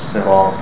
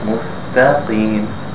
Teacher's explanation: So you see the O sound in the Ta, صِرَاطَ، and then the A sound in the Ta, مُسْتَقِيمَ.